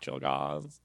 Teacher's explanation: It's said with a California vocal fry